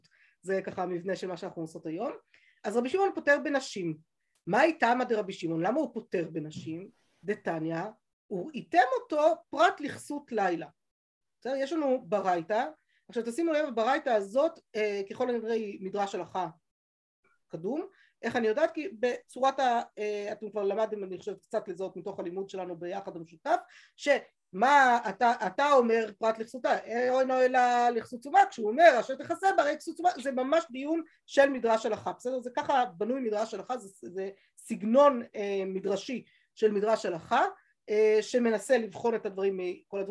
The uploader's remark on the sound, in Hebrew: השיעור הועבר והוקלט בזום